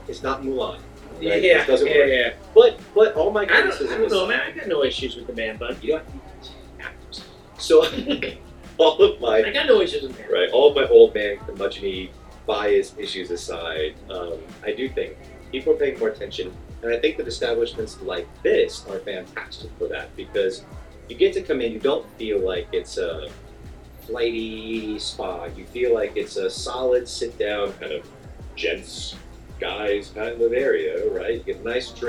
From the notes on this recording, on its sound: On location recording at The Gents Place.